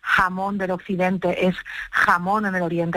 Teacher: tiene la pronunciación eh, aspirada de lo que otra Andalucía pronuncia como J